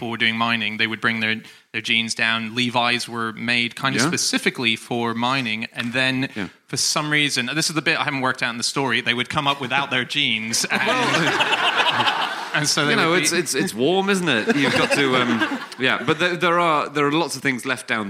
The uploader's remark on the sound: Live from The North Wall Arts Centre in Oxford